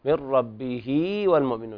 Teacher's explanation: فالهاء تمد حركتين عند الوصل